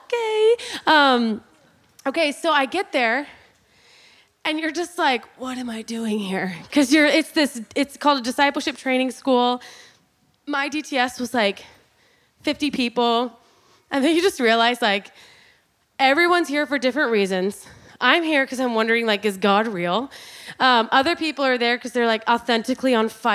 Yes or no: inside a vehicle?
no